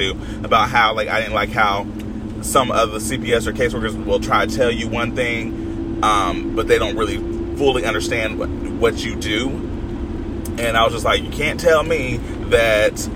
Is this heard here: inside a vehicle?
yes